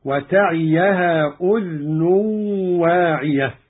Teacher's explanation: قرأ قالون بإسكان الذال على التخفيف